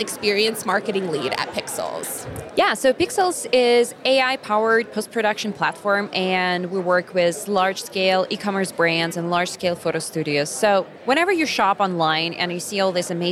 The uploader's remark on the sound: From the show floor at B2BMX 2023.